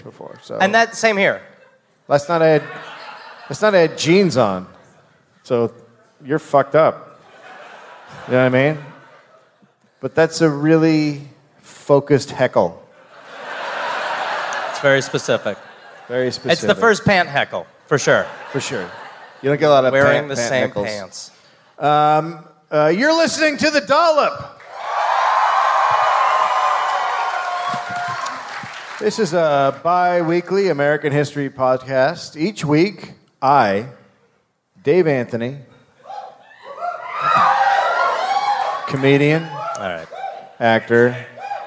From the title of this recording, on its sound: Live in Detroit